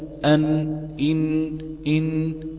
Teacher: طرف اللسان يغلق المخرج مع ما فوق أصول الثنايا العليا، فيخرج الهواء سريعا يصطدم بالإغلاق فلا يجد مكانا يخرج منه، فيرجع إلى الخلف ويعد الخروج مرة أخرى من الخيشوم. فالغنة هو مركب في جسم النون والميم، وهو يشبه صوت الغزال إن ضاع منها ولدها. · Term: مخرج النون